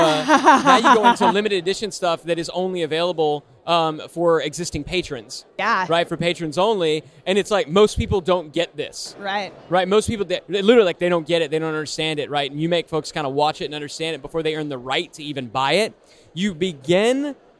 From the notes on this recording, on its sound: Live from Traffic & Conversion Summit 2018. To answer questions from Traffic & Conversion Summit attendees, live from the Summit!